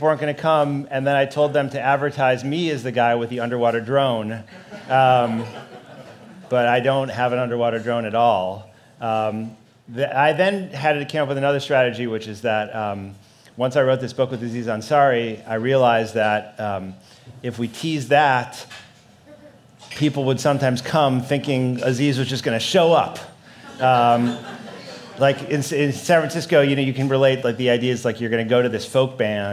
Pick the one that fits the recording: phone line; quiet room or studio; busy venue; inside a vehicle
busy venue